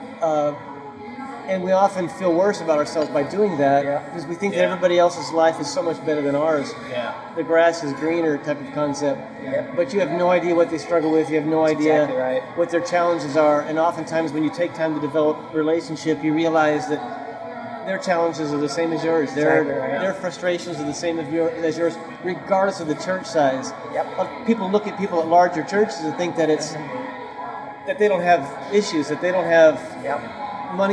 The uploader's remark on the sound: This podcast was recorded over a lunch with two other Worship Pastors.